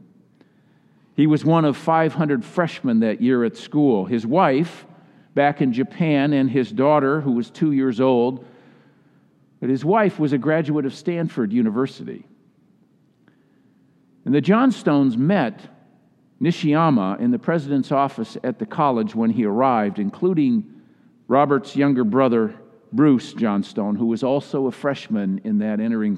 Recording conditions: large echoing room